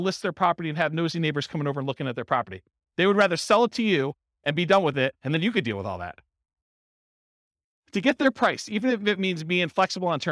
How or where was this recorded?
live audience